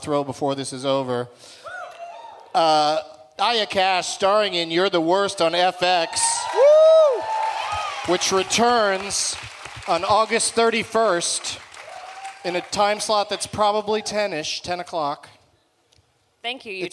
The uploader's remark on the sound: Back at the Gramercy Theatre in NYC